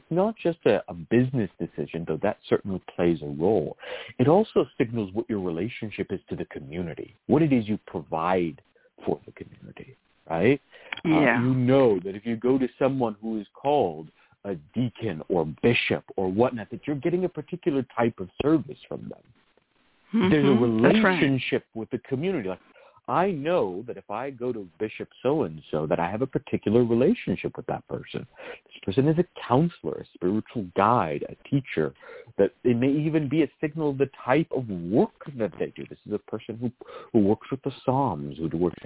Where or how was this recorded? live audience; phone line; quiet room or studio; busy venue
phone line